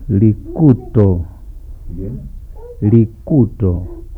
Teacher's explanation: a regular alveolar T